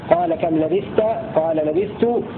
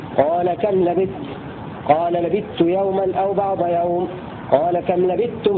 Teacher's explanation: بإدغام التاء في التاء في لبست ولبستم · Shown in: second take · Term: الإدغام